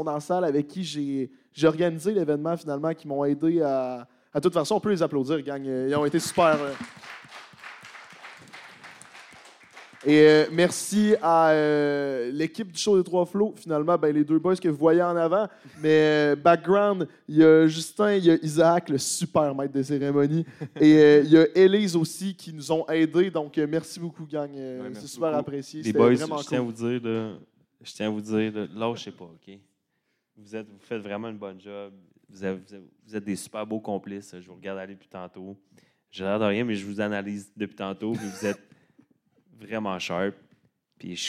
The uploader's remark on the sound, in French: Podcast devant public. Podcast commence à 5min55, après les allocutions!